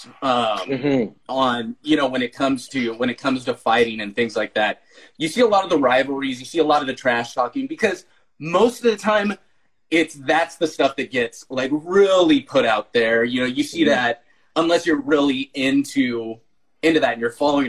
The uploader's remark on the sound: on an Instagram Live session